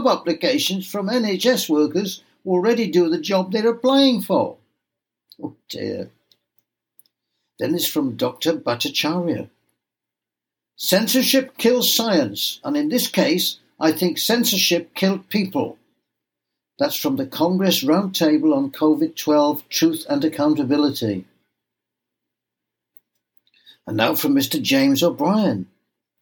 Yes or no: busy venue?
no